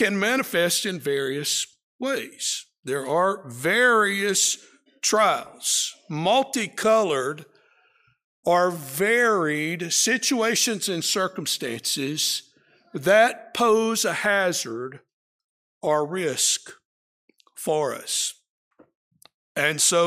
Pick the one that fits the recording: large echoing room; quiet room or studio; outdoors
large echoing room